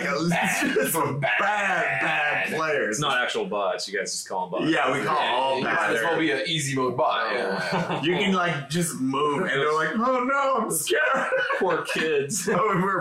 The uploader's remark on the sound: SORRY ABOUT THE AUDIO. YES THE AUDIO IS BROKEN. A WINDOWS UPDATE BROKE OUR AUDIO.